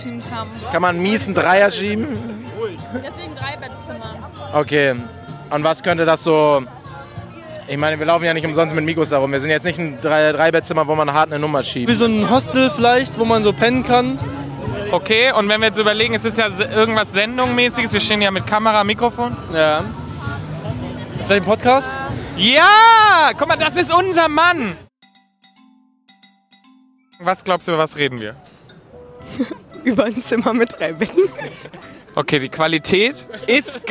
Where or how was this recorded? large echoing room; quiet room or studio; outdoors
outdoors